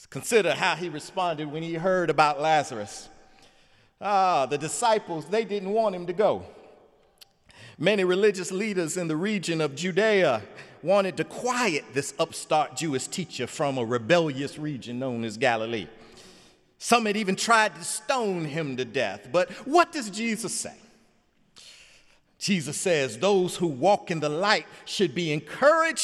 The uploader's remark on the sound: sermon on The Fifth Sunday in Lent, Sunday, April 2, 2017 in the Memorial Church.